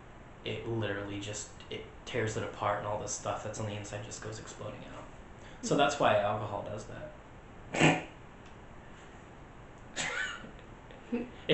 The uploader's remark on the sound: Recording of the original potato quality podcast